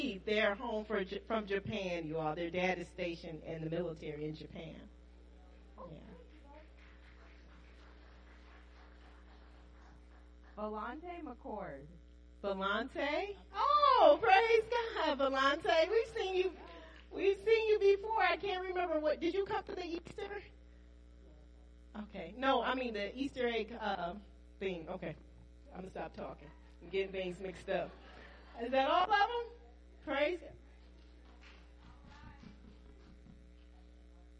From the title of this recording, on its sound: Praise and Worship Service New Life At Calvary - Audio